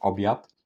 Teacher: to ostatnie D wymawiane jest jak T, czyli D zamienia się w T · Term: ubezdźwięcznienie